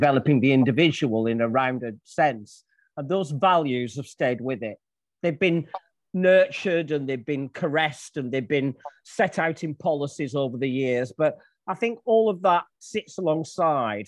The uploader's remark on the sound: Our People Event. Join us once again for a captivating live episode, recorded on Zoom and exclusively available on this Podcast. This live episode was recorded on Zoom, allowing for an immersive and interactive experience.